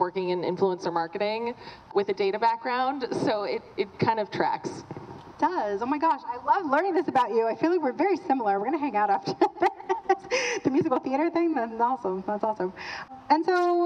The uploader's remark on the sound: Live from our LA Meetup